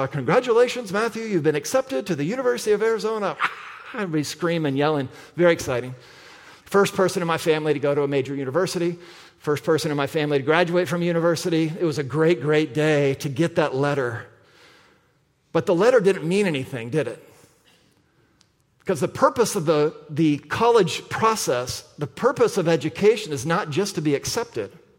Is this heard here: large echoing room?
yes